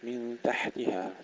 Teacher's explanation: سكون الحاء مع الهمس بدون قلقلة